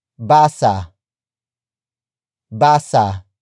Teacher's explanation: Basa ends with a vowel, which is a, and it does not have a glottal stop